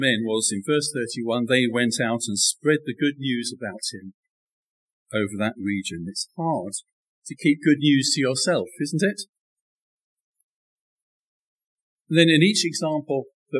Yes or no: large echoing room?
yes